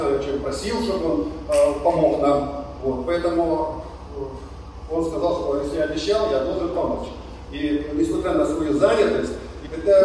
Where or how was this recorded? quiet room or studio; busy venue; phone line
busy venue